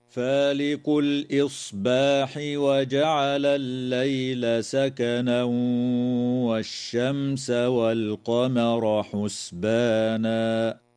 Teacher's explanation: يدغم التنوين في الواو مع الغنة في قوله تعالى: سكنا والشمس، وتظهر الميم الساكنة في كلمة والشمس، ويجوز الوقف على كلمة حسبانا من قبيل الوقف الحسن.